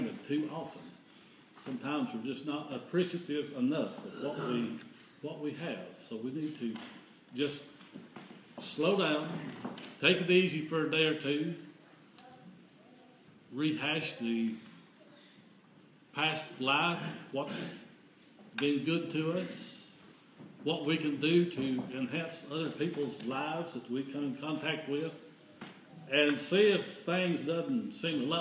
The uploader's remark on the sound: This is an audio recording of the Sunday Service at Persia United Methodist Church in Rogersville, TN. The church's youth are leading this particular service.